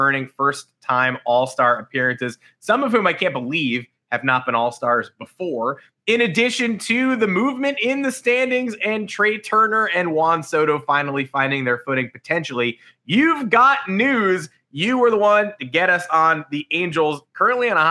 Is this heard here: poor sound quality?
no